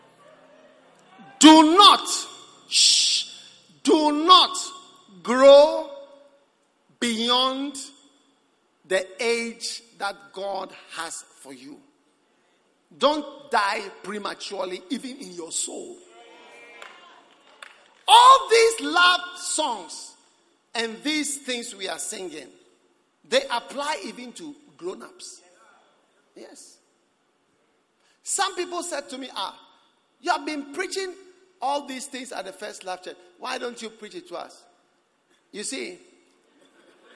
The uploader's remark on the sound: Preached at the Prophetic Encounter Service.